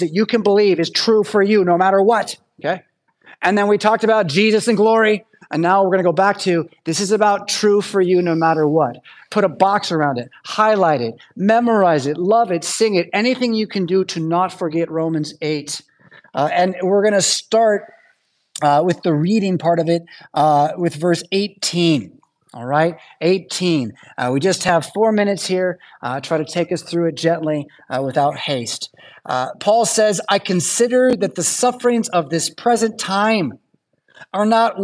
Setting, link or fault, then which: setting, large echoing room